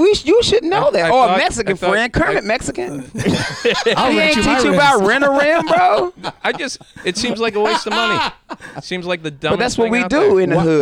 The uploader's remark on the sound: this week we decided to broadcast live from the Orlando Improv.